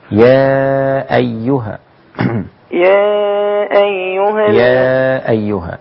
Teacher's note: الغنة فقط هي التي مخرجها من الأنف. يا أيها ليس فيها أي غنة.